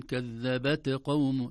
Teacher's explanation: كذبت، ولا نخرجه قلقلة، نقول كذبت قوم، كذبت هذه قلقلة، يخرج صوت وليس فقط نفس. أما نفس كذبت هذا يسمى همس.